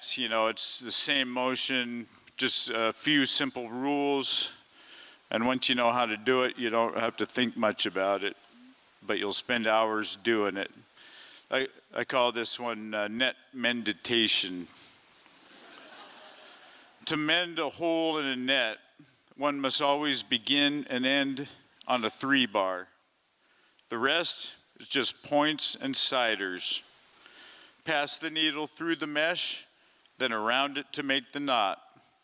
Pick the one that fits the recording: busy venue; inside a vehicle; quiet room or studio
busy venue